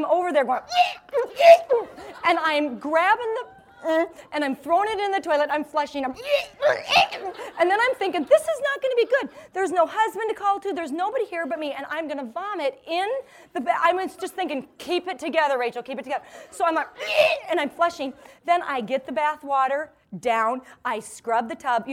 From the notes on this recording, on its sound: This episode contains a portion of a talk given to a live audience.